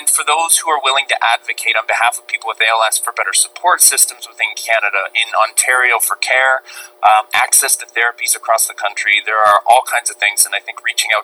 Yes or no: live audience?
no